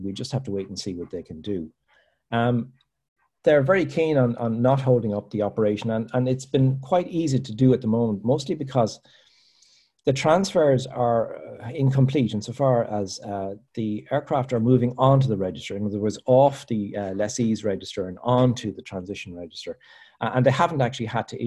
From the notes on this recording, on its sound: APTN Zoom Call #11.